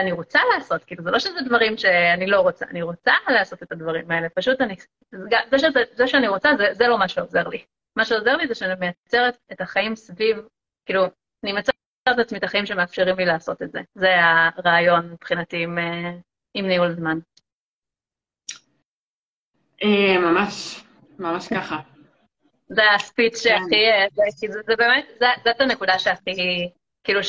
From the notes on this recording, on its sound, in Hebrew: הפרק הזה הוא בעצם לייב שהוקלט באינסטגרם.